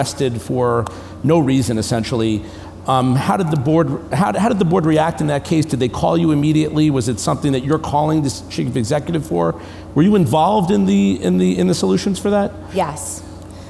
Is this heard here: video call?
no